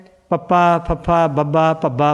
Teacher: ਪੱਪਾ ਫੱਫਾ ਬੱਬਾ ਭੱਬਾ ਬੁੱਲਾਂ 'ਚ ਬੋਲਦੇ ਨੇ